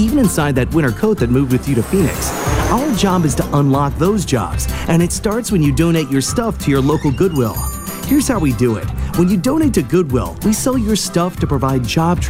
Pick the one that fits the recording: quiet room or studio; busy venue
busy venue